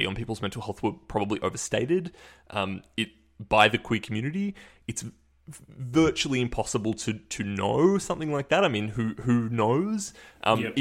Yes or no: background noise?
no